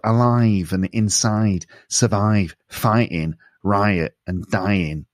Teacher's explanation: And nasal sounds in the I sound, the I in words like alive, inside, survive, fighting, riot, and dying, sounds more nasal